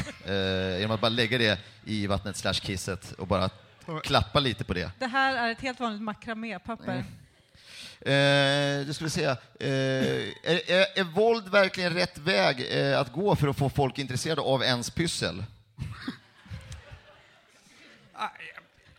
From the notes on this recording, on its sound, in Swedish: Livepodden från Lund Comedy Festival 2015 är här!